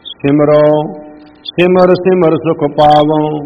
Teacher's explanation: ਪਾਵੋ ਵੀ ਜਿਹੜਾ ਉਹ ਨਾਸਕੀ ਉਚਾਰਨ ਹੋਏਗਾ।